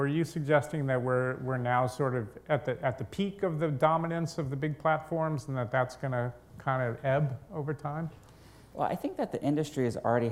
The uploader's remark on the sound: Recorded at the CB Insights A-ha Conference